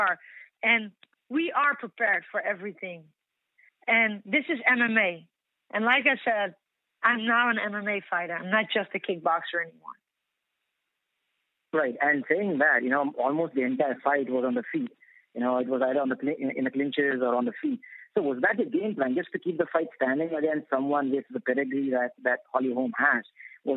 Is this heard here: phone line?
yes